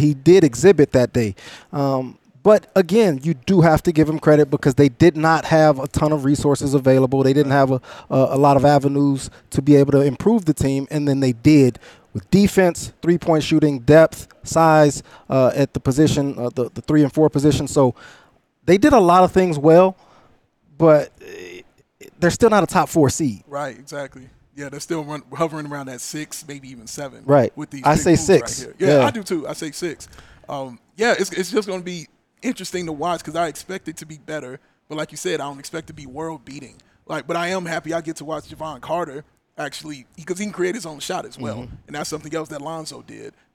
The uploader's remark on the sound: The CHGO Bulls crew are LIVE from the Legacy Club at Circa Resort & Casino!